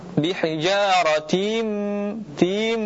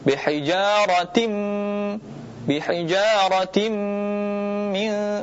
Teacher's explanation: Ya, perhatikan tim bihijaratin ini dinamakan tamtid, yaitu memanjangkan yang seharusnya tidak panjang · Shown in: first take